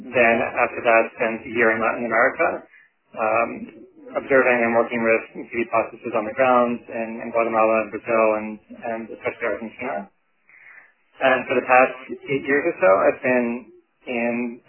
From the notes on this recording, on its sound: On this CommunityMatters conference call recording.